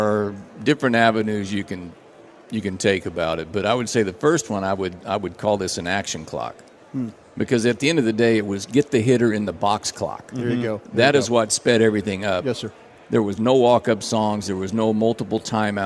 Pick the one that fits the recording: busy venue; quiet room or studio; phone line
busy venue